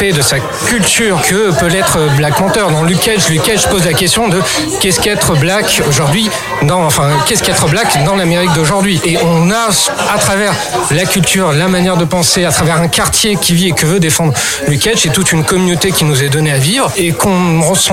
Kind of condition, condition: setting, busy venue